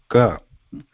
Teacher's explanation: even if I want to pronounce k, at the end, a has to be added. Then only it'll come out of the mouth.